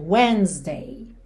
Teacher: Esse Szinho com som de Z